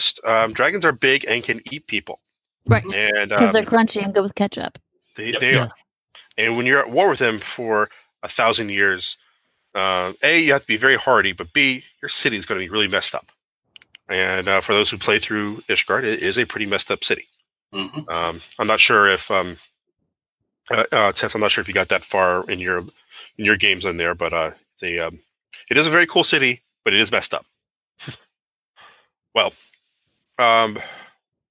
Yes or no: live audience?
no